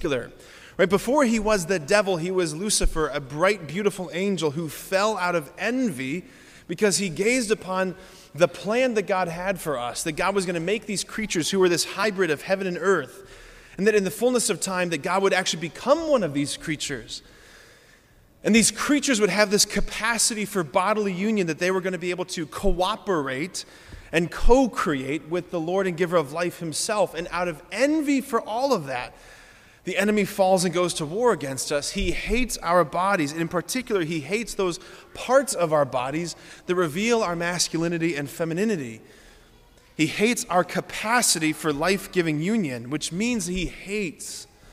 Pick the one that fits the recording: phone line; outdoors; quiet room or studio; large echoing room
large echoing room